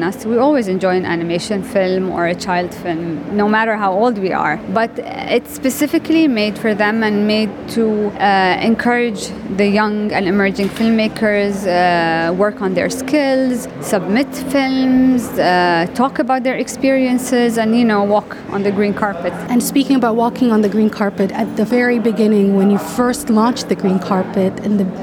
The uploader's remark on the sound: Sharjah International Film Festival for the Children and the Youth 2023 Press Conference